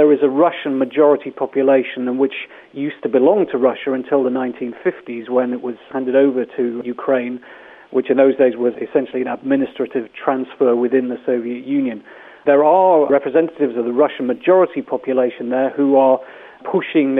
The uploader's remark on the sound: Joined over the phone. In Kiev.